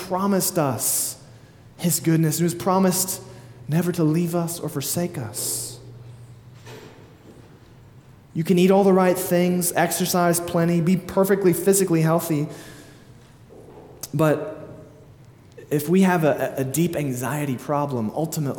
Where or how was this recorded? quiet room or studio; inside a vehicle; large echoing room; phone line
large echoing room